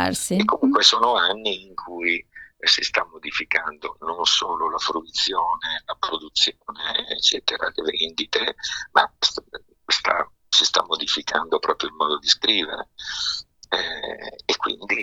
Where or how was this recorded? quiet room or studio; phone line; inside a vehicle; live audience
phone line